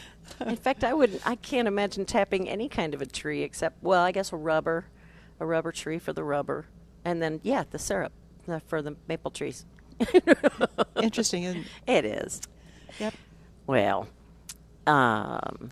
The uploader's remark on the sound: Plant Experts live from Prairie Gardens